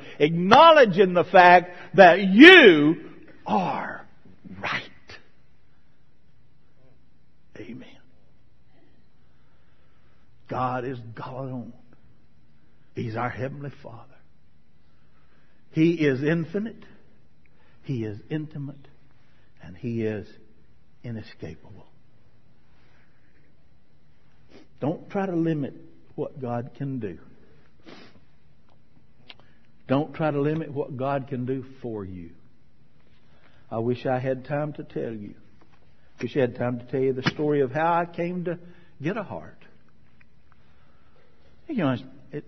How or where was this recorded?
large echoing room